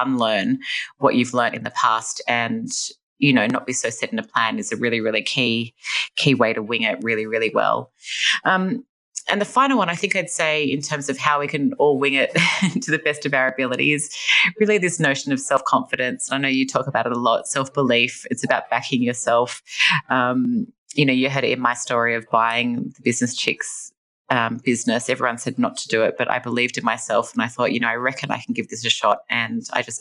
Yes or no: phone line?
no